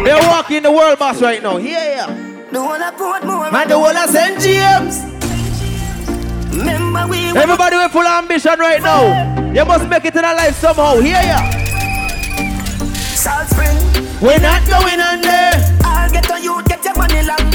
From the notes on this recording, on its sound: LIVE AUDIO FROM FREAKY GIRLS BOAT CRUISE.